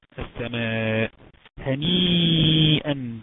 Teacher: المد المتصل زمنه أربعة أو خمس حركات